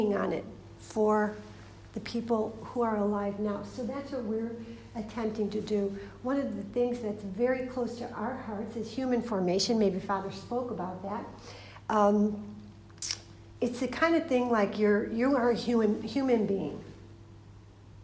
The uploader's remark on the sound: This is a recording of a talk. At Emmaus Retreat Centre, Dublin.